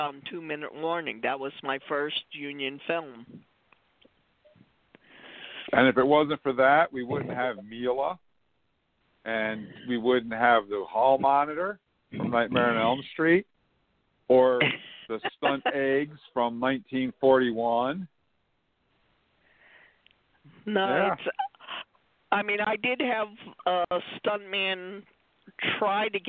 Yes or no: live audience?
no